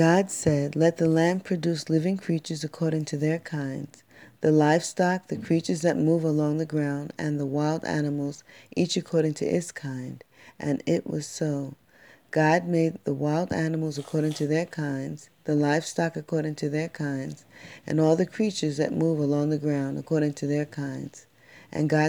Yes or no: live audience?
no